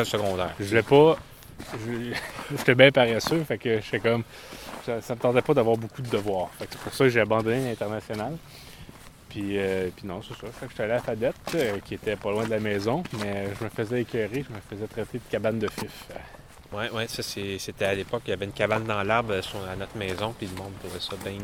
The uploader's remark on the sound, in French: Enregistré dans les rues de St-Hyacinthe